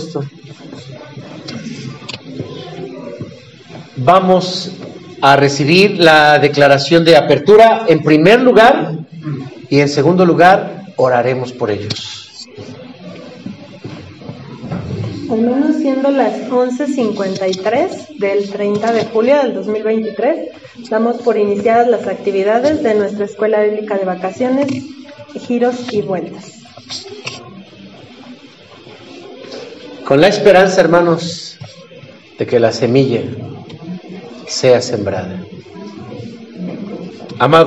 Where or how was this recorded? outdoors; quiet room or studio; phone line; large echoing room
large echoing room